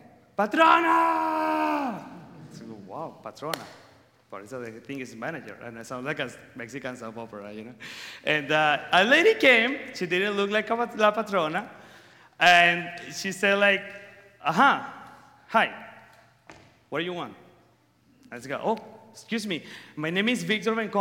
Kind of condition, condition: setting, live audience